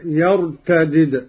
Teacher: قوله تعالى: يا أيها الذين آمنوا من يرتد منكم عن دينه فسوف يأتي الله بقوم. قرأ قالون على فك الإدغام أي بدالين: الدال الأولى مكسورة والثانية مجزومة